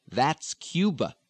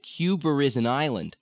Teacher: the Boston speaker is treating this as if an R had been dropped off and the R is coming back on because the next word begins with a vowel. · Shown in: second take · The only difference is that these words don't really have an R.